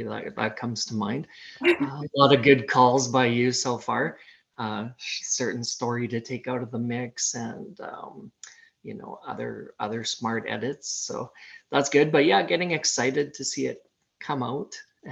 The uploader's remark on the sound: Recorded over Zoom so the sound is a bit choppy